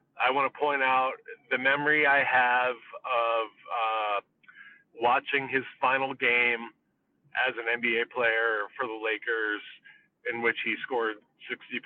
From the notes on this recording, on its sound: We were in the car and kept it brief.